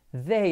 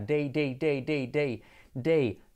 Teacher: se saca la lengua, pero para day la lengua se queda dentro